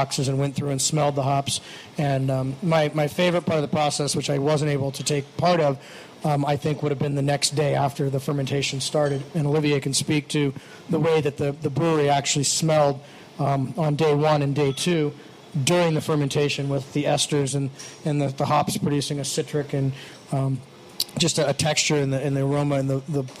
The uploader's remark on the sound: This week's special episode of Beer Sessions Radio was recorded in front of a live audience at Treadwell Park in Manhattan.